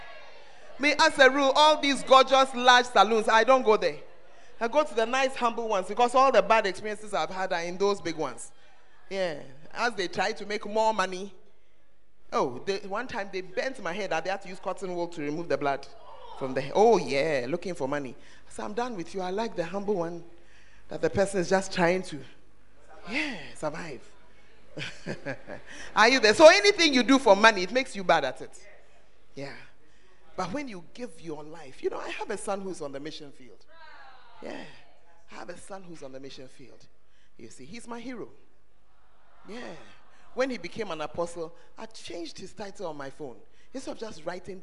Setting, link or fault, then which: setting, large echoing room